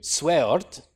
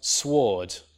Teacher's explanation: It's pronounced sword. So it's always pronounced without the W after the S · Shown in: second take · So even though it's there in the spelling, it's lost in the pronunciation.